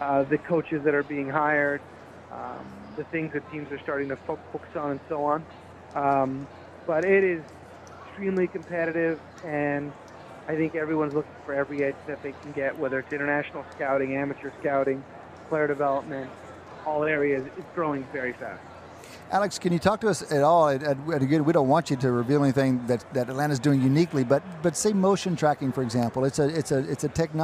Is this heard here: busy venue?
yes